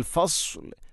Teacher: ഫസ്ലിന് സ്വാദാണ്, സ്വാദിന് പകരം സീനാവുന്നത് പ്രത്യേകിച്ചും ശ്രദ്ധിക്കേണ്ടതാണ്. അപ്പോൾ ഫസ്ല്, ഫസ്ല് എന്നാണ് പറയേണ്ടത്.